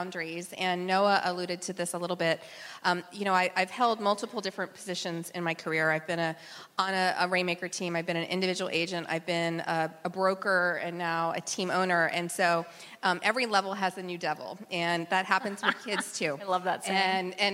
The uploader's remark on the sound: a panel of successful local agents at the HyperFast Sales Summit